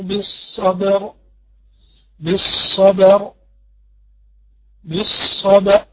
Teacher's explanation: يبقى قول وتواصوا بالحق وتواصوا بالصبر بالصبر بالصبر أدي الباء ساكنة وبعدين أدخل على الراء مفخمة ومفخمش الباء بالصا وبعدين الباء مرققة والراء مفخمة